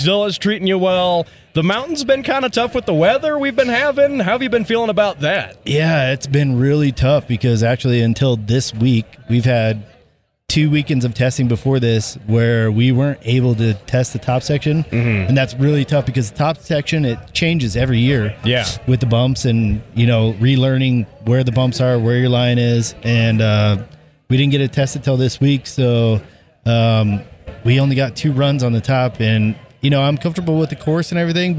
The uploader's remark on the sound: Live at The Pikes Peak Hill Climb!